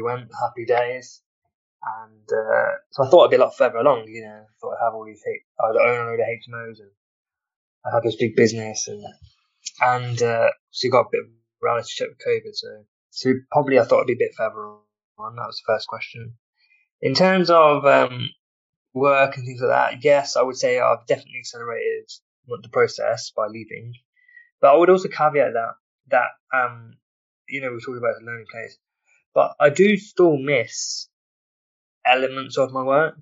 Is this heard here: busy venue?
no